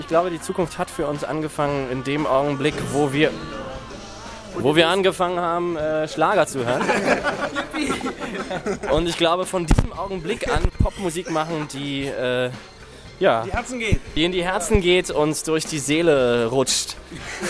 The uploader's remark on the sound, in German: Interview und Konzertmitschnitt beim Showcase am 24.